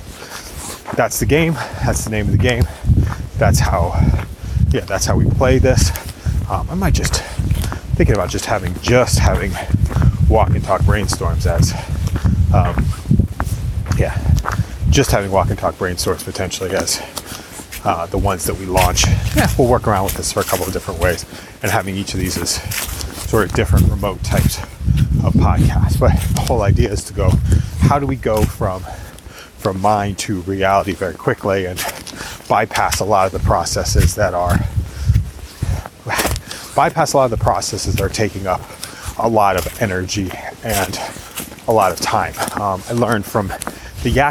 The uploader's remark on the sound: Walk and talk brainstorm